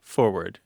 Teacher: Yeah, it's a thing for that R, that first R in forward, to be dropped · Term: dissimilation